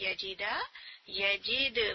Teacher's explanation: دال پہ سکون ہے، قلقلہ آپ یہاں پہ پروڈیوس کریں گے